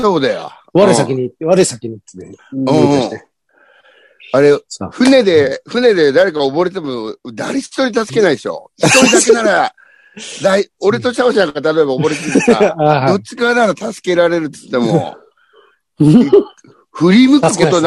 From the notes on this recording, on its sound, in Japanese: ZOOMで収録